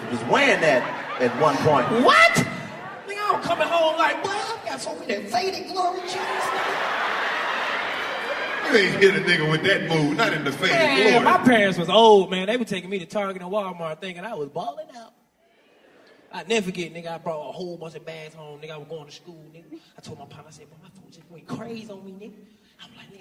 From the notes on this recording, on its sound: In the first of two sold out shows. A beautiful fan from the audience.